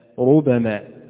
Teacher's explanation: ووردت في قراءة عاصم ربما بتخفيف الباء ربما، وفي قراءة الكسائي ومن معه ربما ربما.